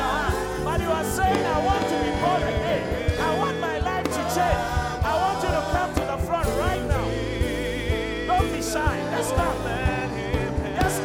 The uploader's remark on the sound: Thanksgiving Service ( Inspiration Service ). Preached at the Qodesh.